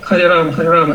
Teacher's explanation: вторая А, она такая как полугласная, она еле слышна, иногда даже не может ее расслышать, она редуцируется